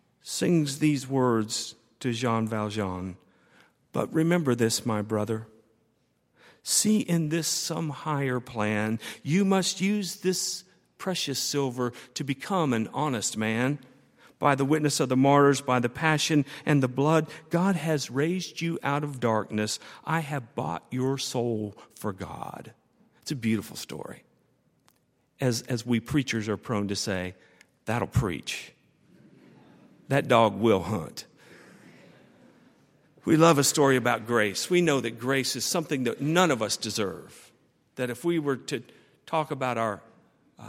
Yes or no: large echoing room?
yes